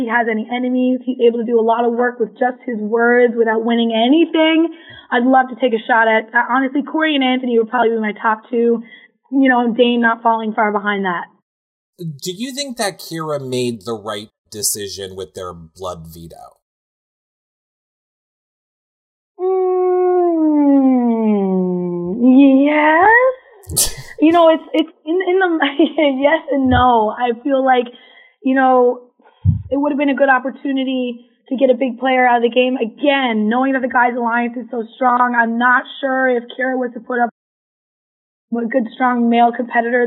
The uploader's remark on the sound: Phone Interview